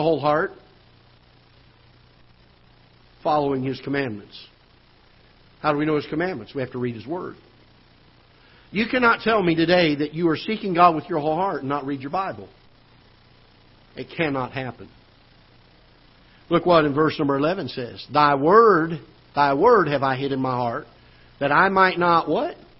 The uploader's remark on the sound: Ketha Heights Baptist Church ~ Live Broadcast